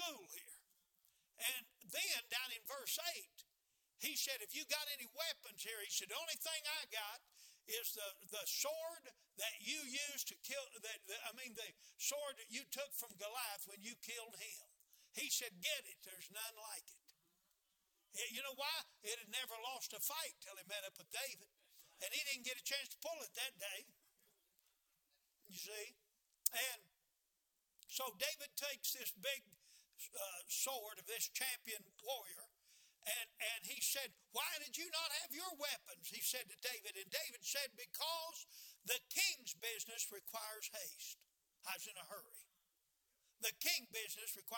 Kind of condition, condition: setting, large echoing room